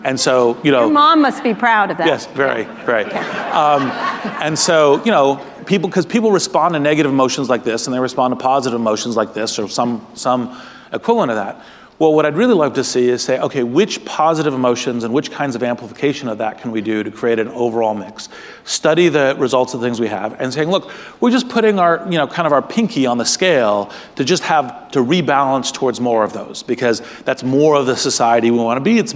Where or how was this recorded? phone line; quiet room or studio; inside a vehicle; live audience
live audience